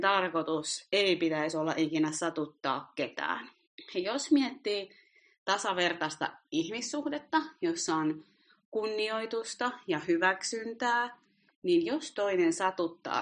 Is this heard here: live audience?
no